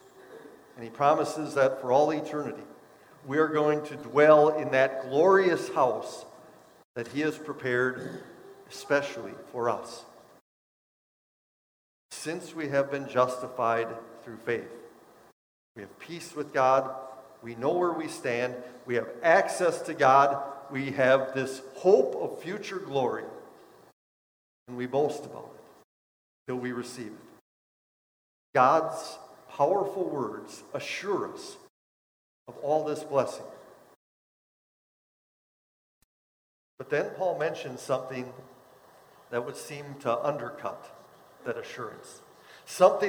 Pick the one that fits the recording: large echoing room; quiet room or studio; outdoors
large echoing room